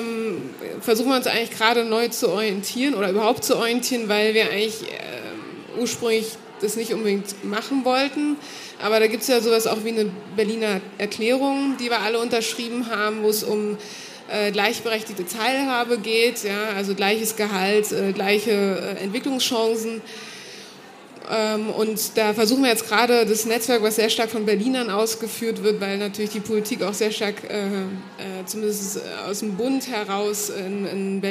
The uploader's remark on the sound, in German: Eine Diskussion im Panel und mit dem Publikum.